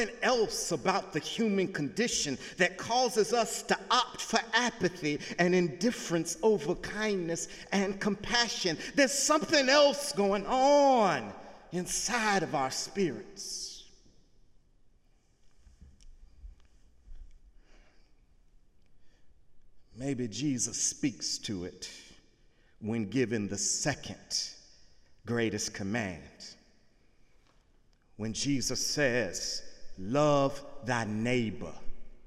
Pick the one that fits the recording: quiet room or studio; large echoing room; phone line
large echoing room